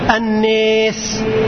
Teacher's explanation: طب وجه هذه القراءة الإمالة إشارة إلى الأصل الذي ذكرناه، إنه الناس أصلها من نيساء، فهذه الألف منقلبة عن ياء فجاز إمالتها